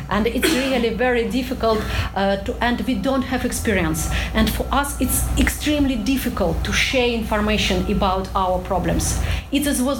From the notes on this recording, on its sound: This talk took place on October 21, 2019 at the University of Washington's Henry M.